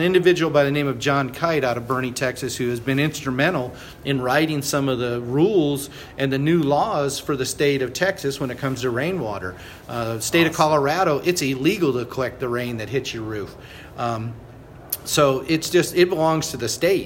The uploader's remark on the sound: Live from the Texas Society of Architects 2017 Expo and Convention. Special thanks to Bautex Systems for their generous support of our live recorded episodes at the 2017 TxA Expo & Convention.